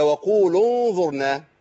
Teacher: الواو دي هنا لا تنطق